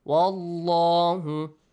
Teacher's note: the lam in the word Allah must be pronounced. Heavy. With a heavy sound. Wallahu. Heavily.